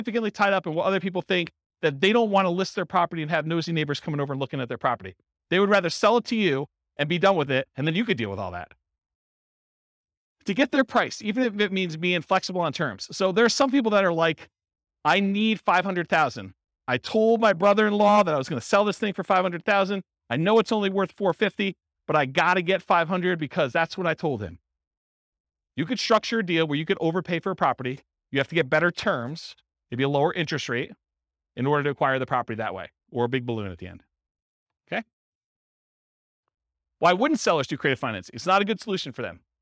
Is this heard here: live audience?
yes